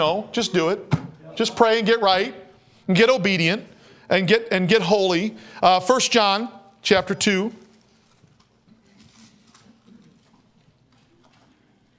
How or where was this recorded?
large echoing room